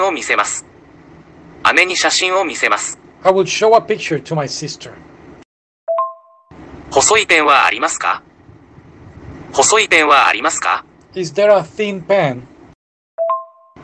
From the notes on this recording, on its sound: Audio is bad.